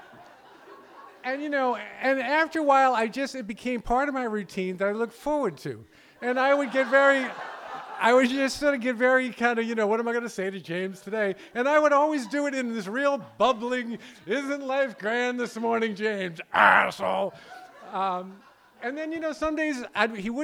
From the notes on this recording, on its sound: Recorded live on July 27, 2014 at Preservation Hall in Wellfleet, Massachusetts.